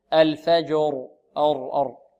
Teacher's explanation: والراء حكمها ماذا التفخيم لماذا لأنها ساكنة وما قبلها وما قبل الساكن مفتوح